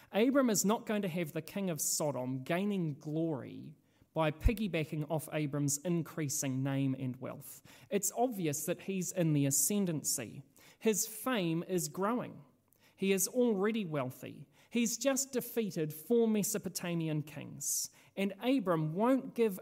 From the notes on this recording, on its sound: This sermon was originally preached at Holy Trinity Richmond.